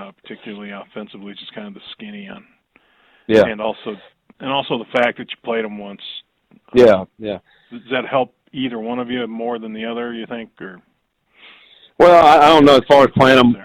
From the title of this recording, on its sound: Sun Belt Championship Media Teleconference